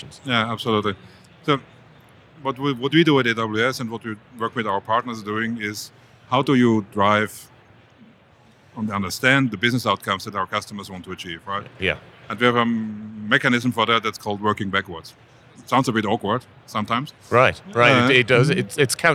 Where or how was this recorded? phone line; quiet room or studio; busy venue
busy venue